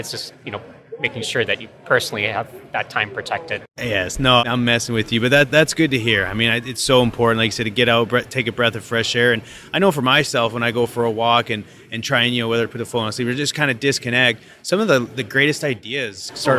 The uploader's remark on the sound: at the Rockwell Automation fair in Houston Texas